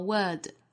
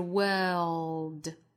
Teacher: 一定注意不要把舌侧音丢了，就变成了 word,应该是 world · Shown in: second take